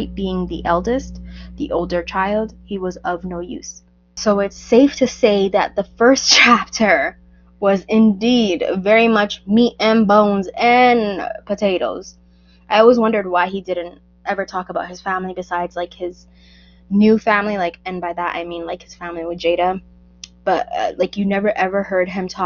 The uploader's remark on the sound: I ONLY NOTICED AFTER UPLOADING, THAT MY MIC WAS HAVING ISSUES. I'M CHANGING THE MIC AS WE SPEAK.